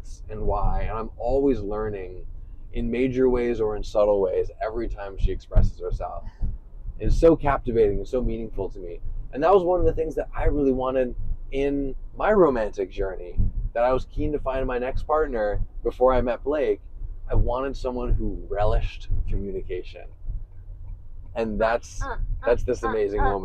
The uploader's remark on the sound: This is a special episode, pulled from a video we recorded IN the U-Haul after packing up my entire apartment to move me from Denver, CO to a small spiritual town in Iowa.